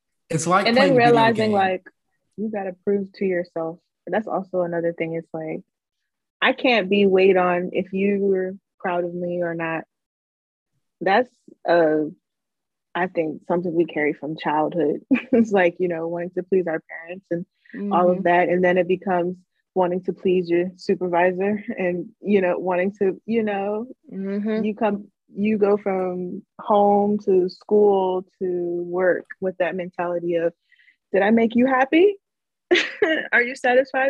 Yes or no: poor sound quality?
yes